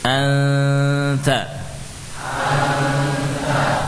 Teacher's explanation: Yang awalnya jelas an, begitu ada sebab lain yaitu bertemunya nun dengan ta, akhirnya berubah, hilang sifat idhar, muncul sifat yakhfa.